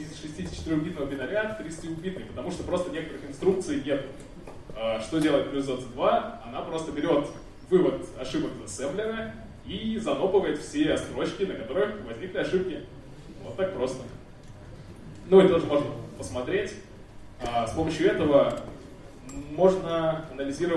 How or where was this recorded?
live audience